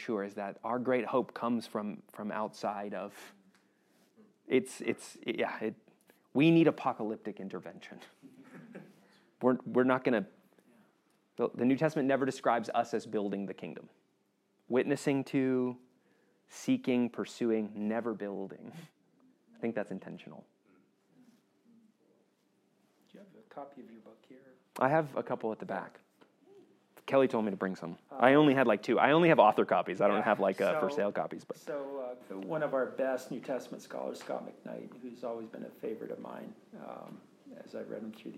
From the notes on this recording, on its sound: This session was recorded on December 7th 2023 at Brentview Baptist Church.